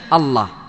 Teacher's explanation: لام ساكنة لام متحركة فتدغم فتصير لاما واحدة مشددة، مشددة الله. · Term: إدغام المتماثلين